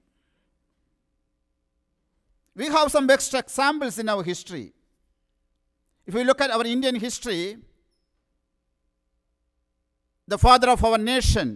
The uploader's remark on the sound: Sermon preached at RCHP.